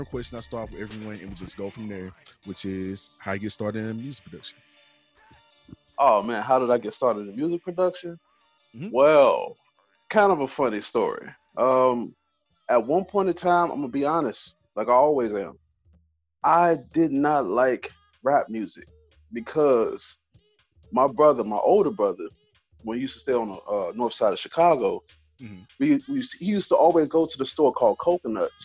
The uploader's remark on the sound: web call interview